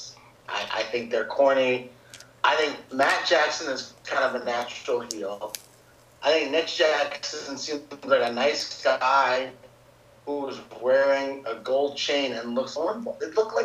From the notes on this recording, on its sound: Pardon the audio issues.